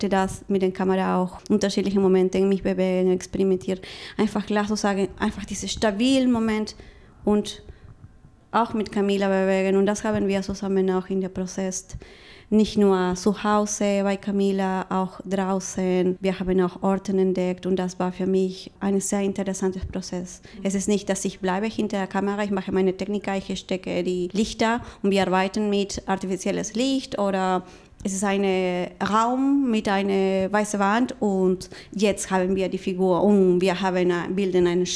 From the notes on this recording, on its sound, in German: Diese Folge habe ich auf dem Sommerfestival der IG Tanz Essen aufgenommen. Dort wurden Performances, Filmscreenings und Ausstellungen von Angehörigen der freien Performance Szene im Ruhrgebiet gezeigt.